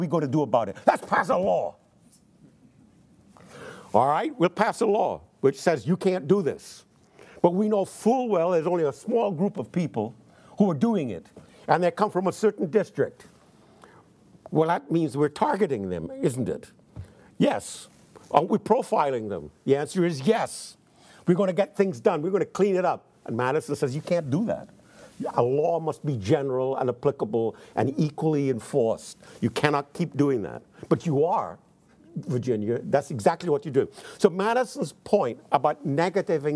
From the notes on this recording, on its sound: in front of a teacher audience